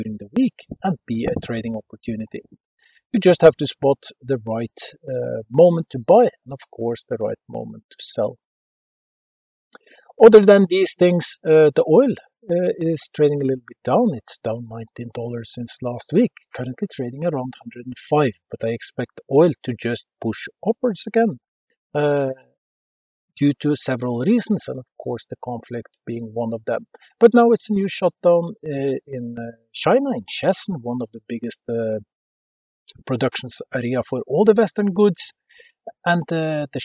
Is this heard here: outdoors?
yes